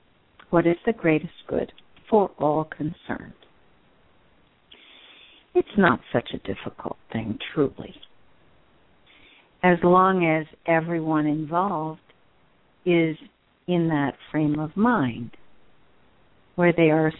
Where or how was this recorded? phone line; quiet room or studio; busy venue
phone line